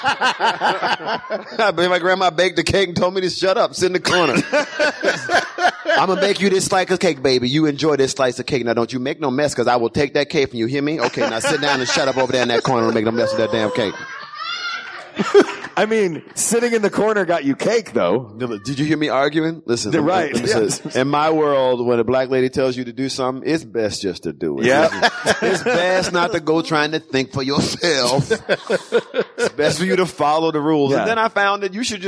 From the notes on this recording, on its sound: Recorded live at the Rex Theater in Pensacola.